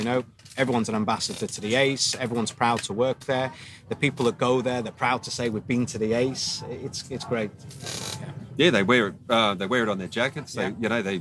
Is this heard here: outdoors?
yes